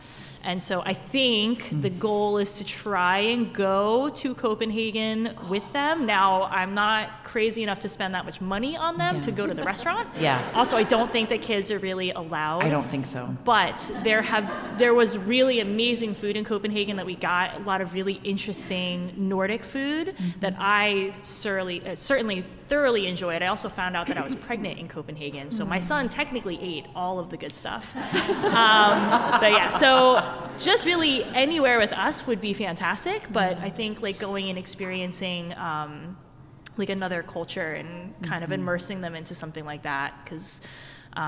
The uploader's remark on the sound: This is another between-seasons bonus episode that I produced in collaboration with At Her Table , a weeklong food festival that celebrates women. I sat down at There Does Not Exist brewery for a live recording of the Consumed podcast featuring a panel of mothers in the hospitality industry.